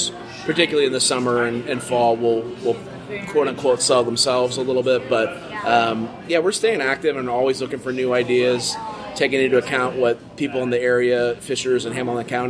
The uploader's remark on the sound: Live from Brixx.